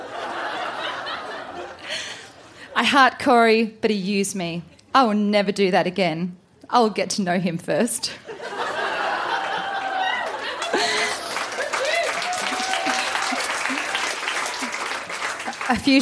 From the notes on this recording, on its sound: Recorded live at the Woodford Folk Festival.